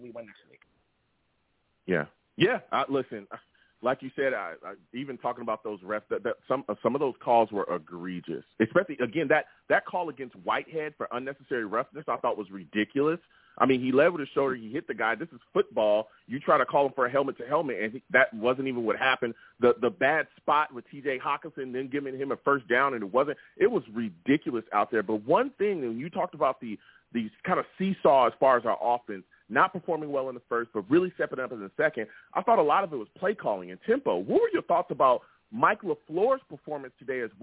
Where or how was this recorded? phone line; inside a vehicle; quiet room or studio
phone line